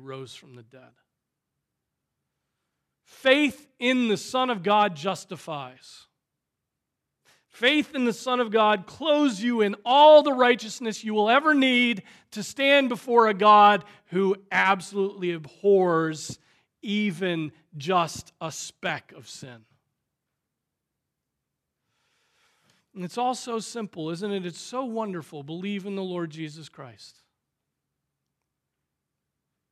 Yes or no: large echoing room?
yes